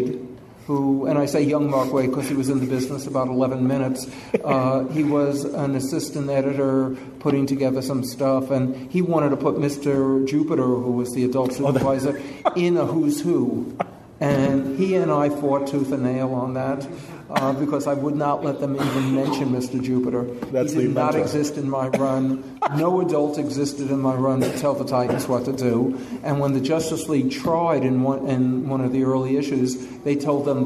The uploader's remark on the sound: Live From FanX Con. Just got back from Salt Lake City and will be presenting 2 great conversations live in front of eager audiences.